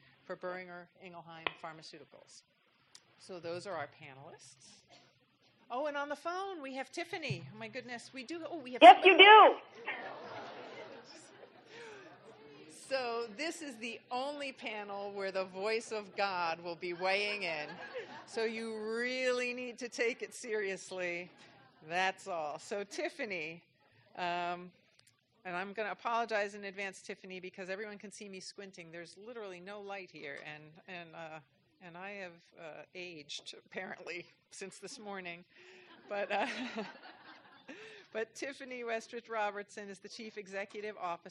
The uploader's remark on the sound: recorded at the 6th annual Patients as Partners US conference